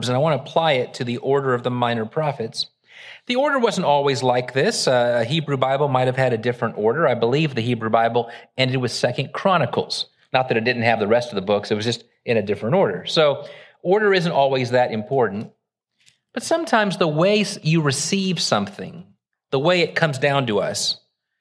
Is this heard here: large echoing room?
yes